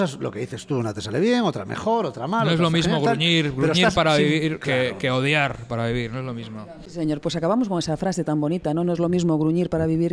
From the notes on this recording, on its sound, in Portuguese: Gravado no bar La Maleta de Coruña.